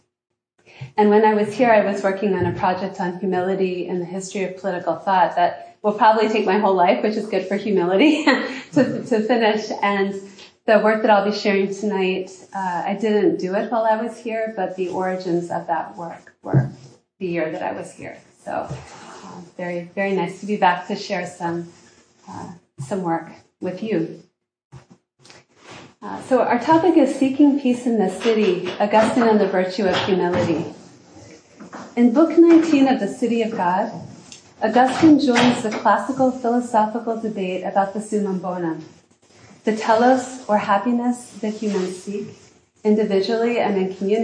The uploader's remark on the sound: This lecture was given at Harvard University on February 23, 2023.